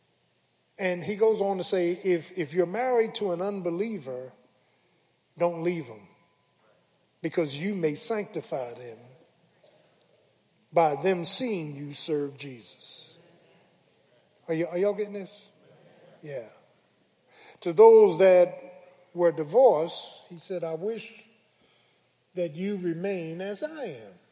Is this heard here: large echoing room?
yes